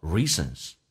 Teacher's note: reasons 这个 z 在不连音的时候，这个 z 可以发成个短促的 s